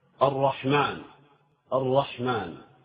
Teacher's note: الرحمن، فإن النطق بالراء فرق بينه وبين النطق بالحاء، فالحاء يحتاج إلى نوع اتكاءة، الرحمن، بخلاف الراء فإنها تمر سريعة هكذا يعني من غير اتكاءة، الرحمن.